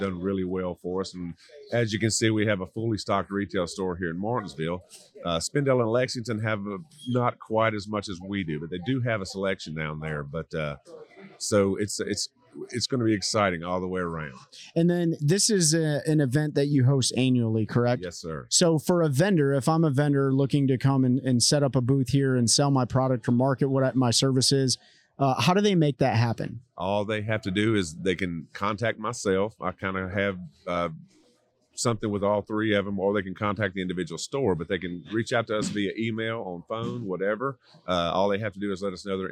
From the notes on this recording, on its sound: This episode was recorded during Anglers Choice Open House in Martinsville Virginia so there is some background noise as announcements were being made. We cleaned it up the best we could.